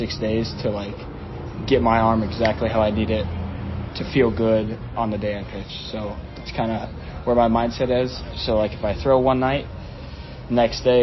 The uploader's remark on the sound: Pardon the noise — BP time in a stadium is a noisy environment!